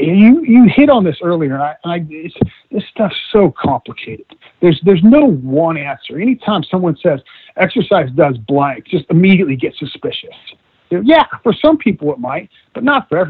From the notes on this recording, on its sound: via internet phone